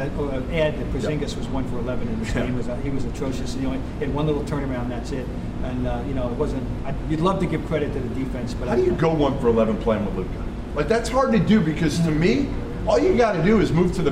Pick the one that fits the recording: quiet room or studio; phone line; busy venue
busy venue